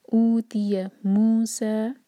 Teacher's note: مو اور سا دونوں دو دو حرکہ